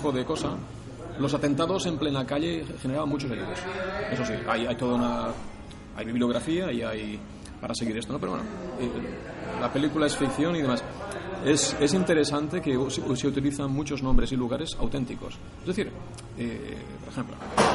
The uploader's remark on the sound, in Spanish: Sitges Film Festival. Tendréis que disculpar el sonido de ambiente, ya que grabamos en riguroso post-pase, sentados en uno de los bares de Sitges.